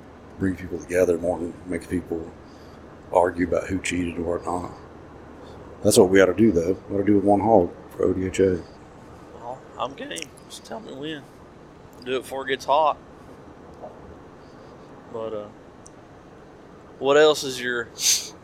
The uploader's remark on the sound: On the drive home we recorded a run down